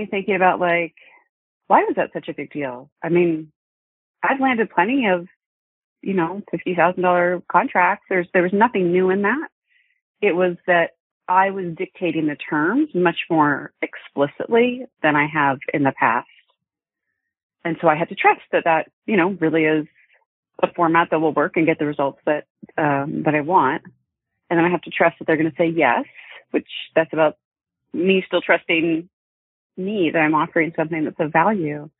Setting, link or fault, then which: link, phone line